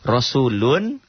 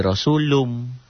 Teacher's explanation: Rasulun itu idgham biguna karena dhommah ta'in ketemu mim dibacanya jadi rasulum. · Shown in: second take